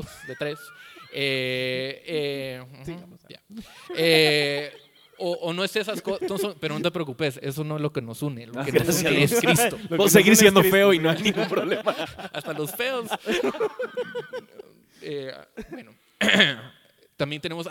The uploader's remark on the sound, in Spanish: El evangelio y mis relaciones (EN VIVO).